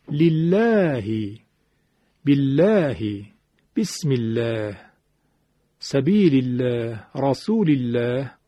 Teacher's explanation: اگر کسره بیاد ما قبل لام الله، وقت دیگه همین لام نازک میشه، میگن ترقیق شد.